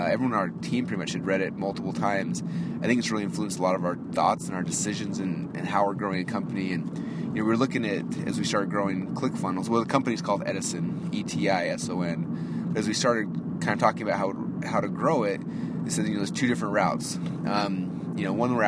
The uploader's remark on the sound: A very late-night “Marketing in Your Car”. Now I am driving back home to go get some sleep.